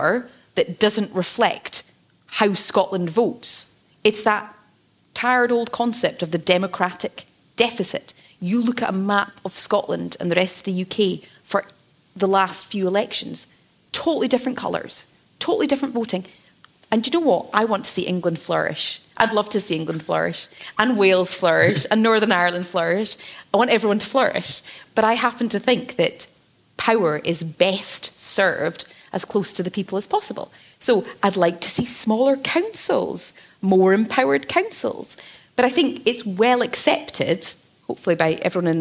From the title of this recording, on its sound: LIVE at the Edinburgh Festival